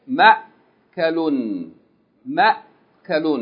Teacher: It's a short vowel. Mim fatha, no elongation. Hamza with sukoon, stop.